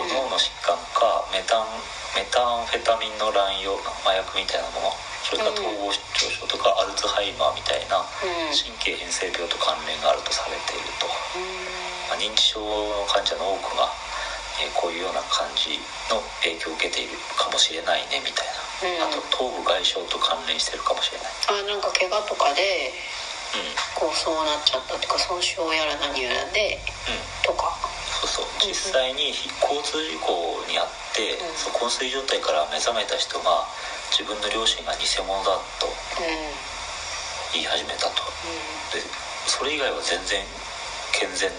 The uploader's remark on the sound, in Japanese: 音質悪。初回にしてトラブルで音質が最高に悪いです。From Radiotalk。